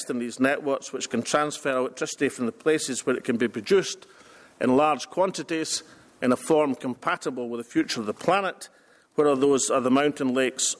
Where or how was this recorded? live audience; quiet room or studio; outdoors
live audience